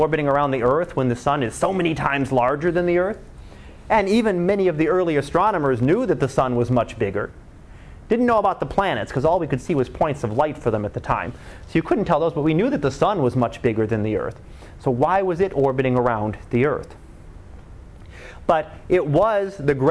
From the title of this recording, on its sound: Live Class Lecture